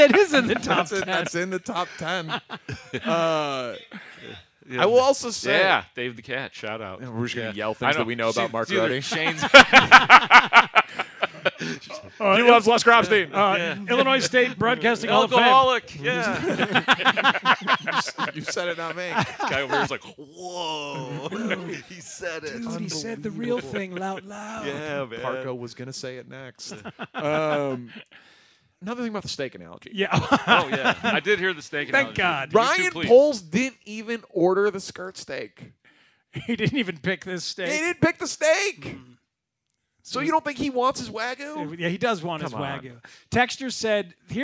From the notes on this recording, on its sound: As they continued their Bears QB1 Town Hall in front of a live studio audience.